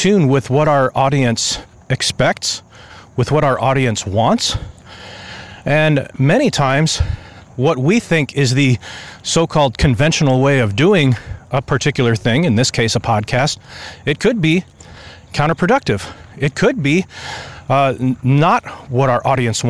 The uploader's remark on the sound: I love going for a walk early in the morning, and I've decided to redeem the time by recording things on my mind related to life, business, marketing and what not by recording short podcasts for you while going for my walks.